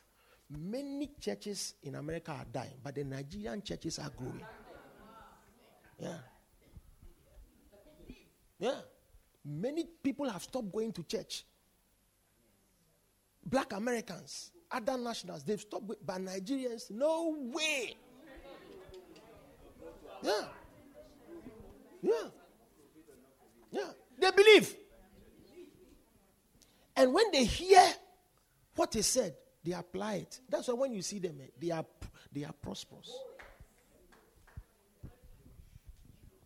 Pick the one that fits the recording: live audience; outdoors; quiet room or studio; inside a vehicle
live audience